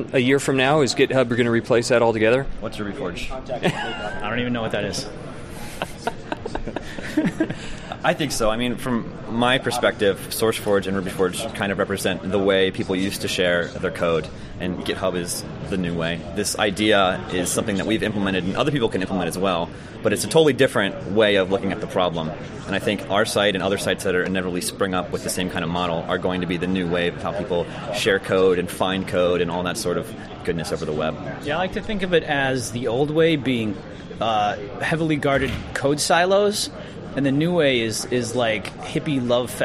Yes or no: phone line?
no